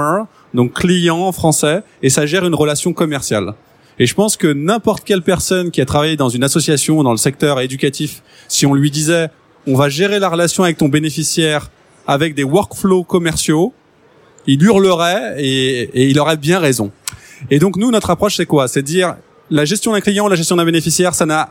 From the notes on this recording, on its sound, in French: Enregistrée le 02/12 à Paris Expo Porte de Versailles.